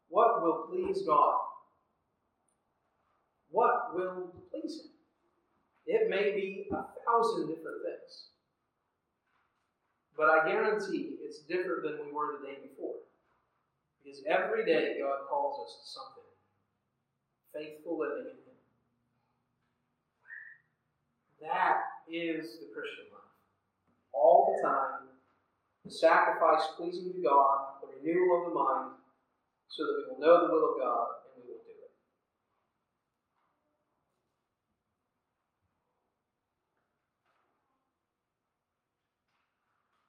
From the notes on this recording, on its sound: Audio quality is not great on this one.